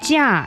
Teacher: 价 is the fourth tone, goes down.